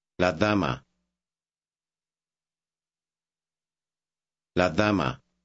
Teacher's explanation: Notice that the softness of the D is like our TH.